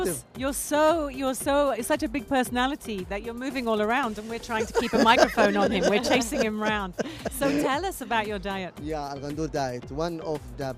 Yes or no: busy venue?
yes